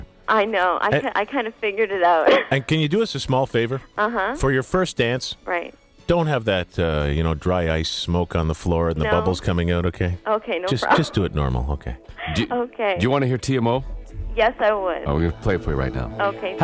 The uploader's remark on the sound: prank phone call